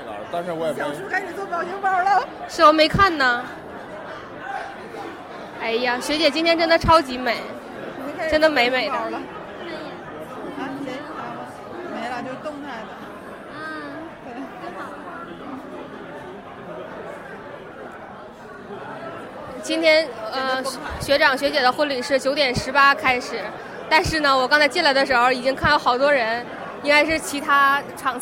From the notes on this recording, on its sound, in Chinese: 婚礼现场实录